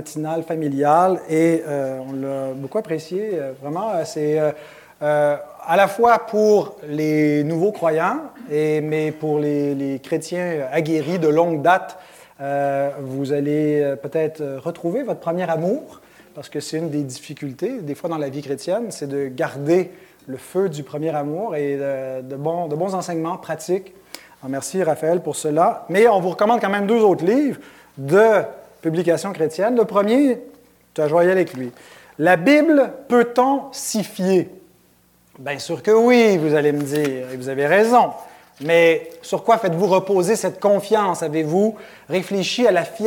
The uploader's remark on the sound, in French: Dans cet épisode enregistré devant public.